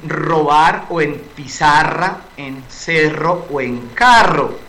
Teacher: el fonema ápico, alveolar, vibrante, múltiple